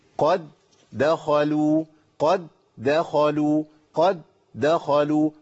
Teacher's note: ما ينفعش أقول والدال برضو، يعني أنا عندي قاف مفخمة وعندي دال مشددة، أولها ساكن والثاني متحرك، يبقى عندي قاف مفخمة، دال مرققة، دال مرققة ساكنة، وبعدين دال مرققة متحركة بالفتح، وبعدين خاء مفخمة